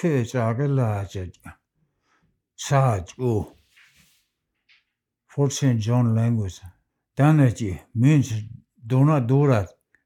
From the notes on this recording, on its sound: in the child lake community hall